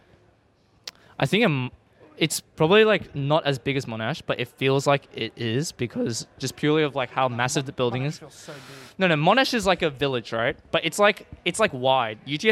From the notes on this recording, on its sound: The fellas setup up a podcast at phantom. Funny goofs and gafs as people at the event walk in and out of the poddy, talking about whats happening at day 1 of Phantom 2022. The scuffed live format.